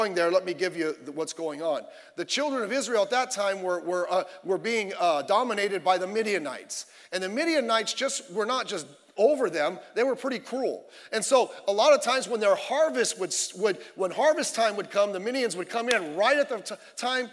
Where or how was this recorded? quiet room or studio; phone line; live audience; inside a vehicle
live audience